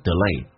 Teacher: 美式发音重音在后面，前面的 e 可以发成 a